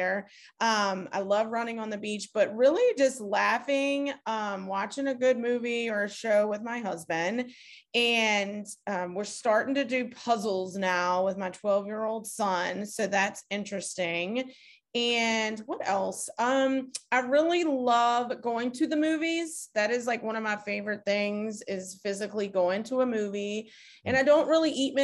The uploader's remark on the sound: Recorded 2.17.2022 from Raleigh, NC & Richmond, VA on Zoom